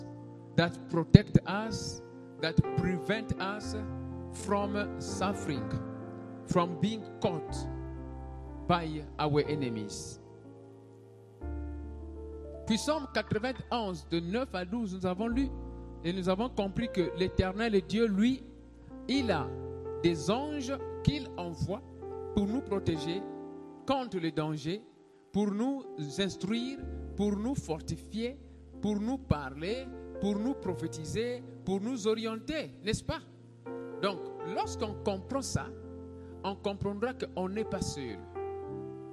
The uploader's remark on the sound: Sunday Live Service